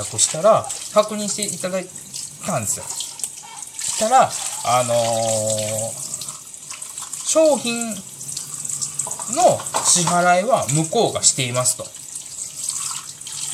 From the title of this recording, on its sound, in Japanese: 今日は洗い物しながら収録しました。